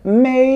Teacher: Mei is the flat tone.